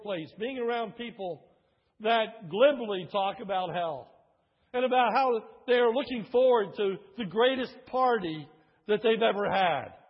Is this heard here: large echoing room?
yes